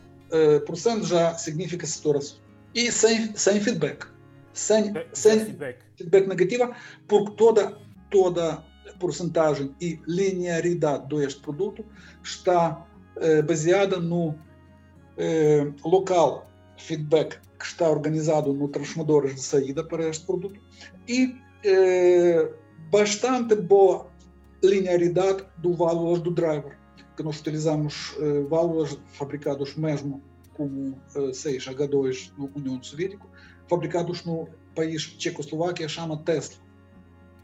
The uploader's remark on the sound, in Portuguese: este episódio foi gravado através de videoconferência e sofre, por isso, de alguns problemas em termos de qualidade sonora.